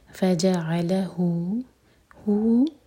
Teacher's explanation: ہُو دو حرف کا لمبا کیجیے گا، یہ مد صلہ صغرا